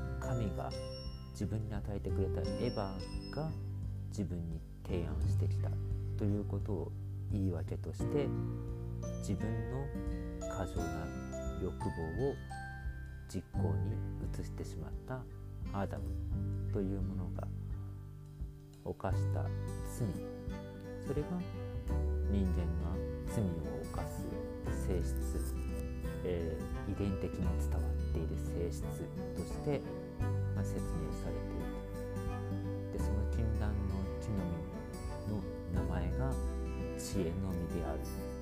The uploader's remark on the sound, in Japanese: 雑音が多くなってしまった上、音声が小さくなりました。